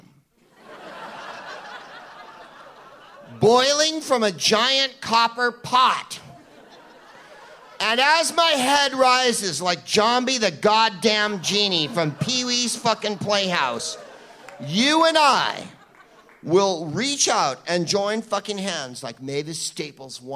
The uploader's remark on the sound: Live from the Bell House in Brooklyn